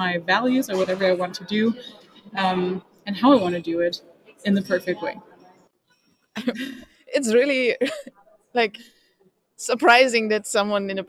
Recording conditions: busy venue